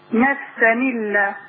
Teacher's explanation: يعني ايه نقل؟ يعني انا هشيل الهمزة واخد الحركة بتاعتها احطها على الحرف الساكن اللي قبلها · Term: النقل